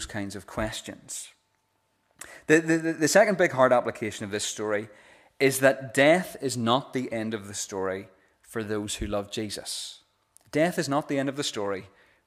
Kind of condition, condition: setting, large echoing room